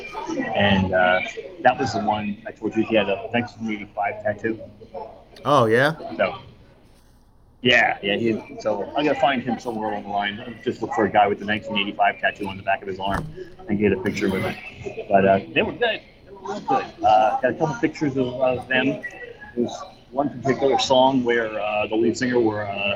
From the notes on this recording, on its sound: LIVE from MORC 22 Monsters of Rock Cruise 2022